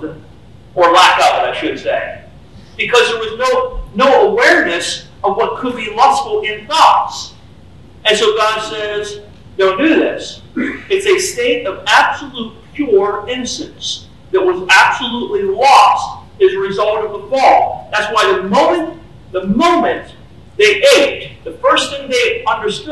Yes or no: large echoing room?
yes